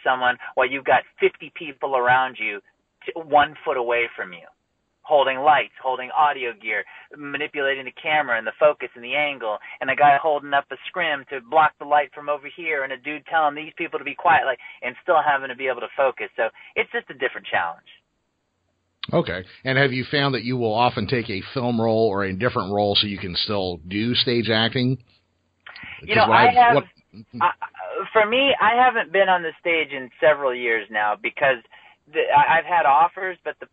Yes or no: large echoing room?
no